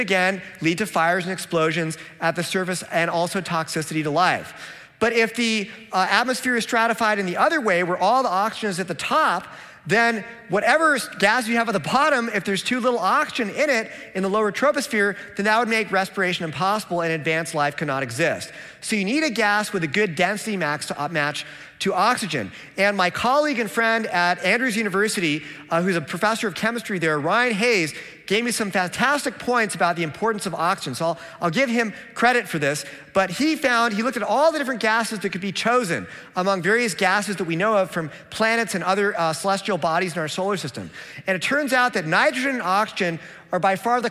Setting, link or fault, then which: setting, live audience